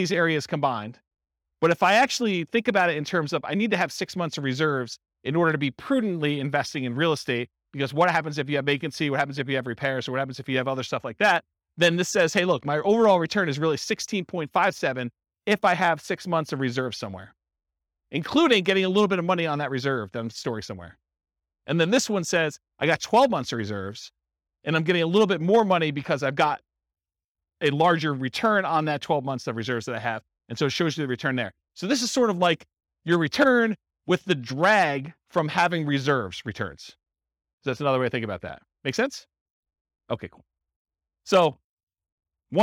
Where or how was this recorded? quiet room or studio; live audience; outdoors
live audience